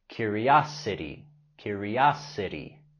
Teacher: La T en curiosity lo pronunciamos tal cual la R suave en español.